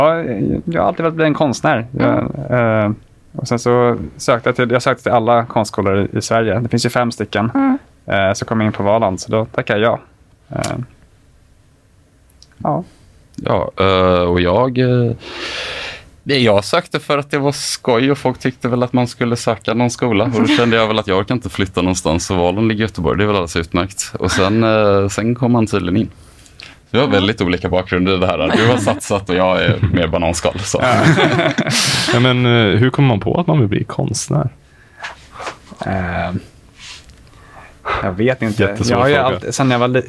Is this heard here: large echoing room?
no